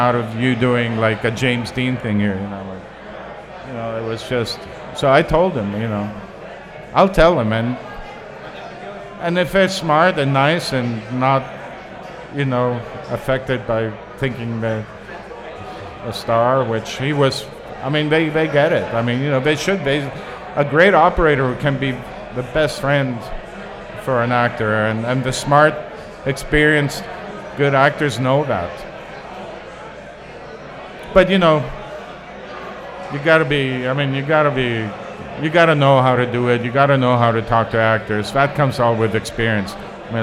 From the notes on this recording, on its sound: LIVE at Hot Rod Cameras “Cine Beer” Summer Bash! In our first ever LIVE podcast.